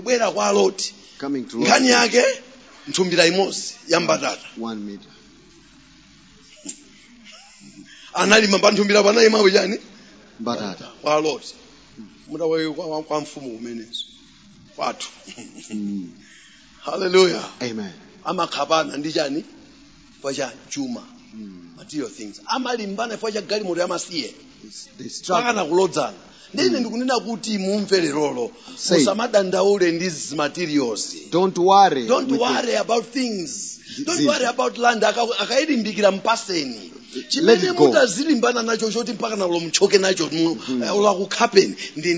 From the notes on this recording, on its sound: Preached at the Shiloh Night at Word Alive Blantyre City Church on 19th February 2023